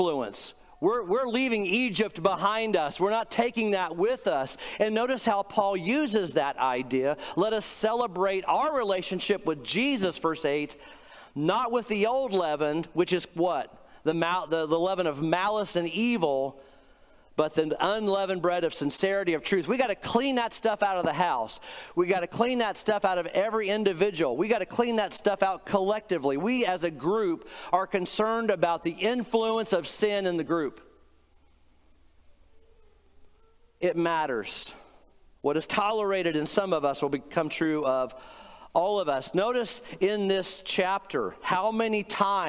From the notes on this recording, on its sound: Today’s podcast is a recent sermon I preached